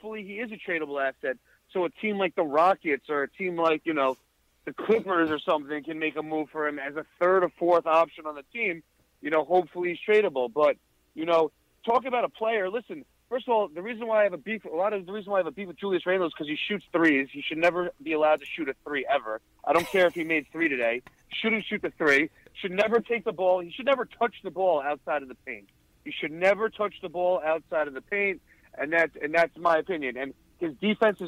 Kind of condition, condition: link, phone line